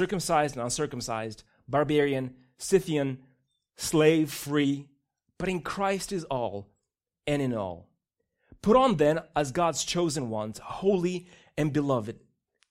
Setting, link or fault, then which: setting, large echoing room